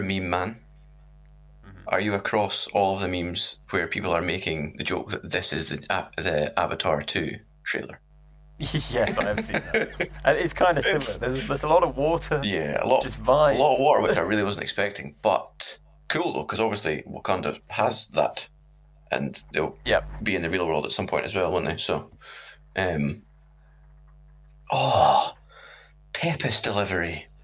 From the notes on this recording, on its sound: Sorry for the awful buzz throughout, we're working on a fix for next week.